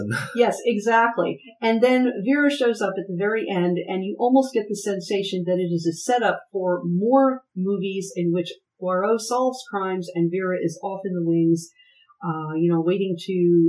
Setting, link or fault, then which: fault, poor sound quality